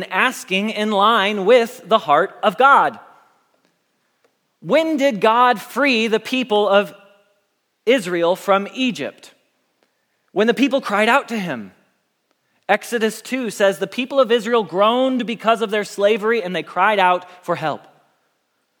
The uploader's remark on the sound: Message Preached at Valley Creek Church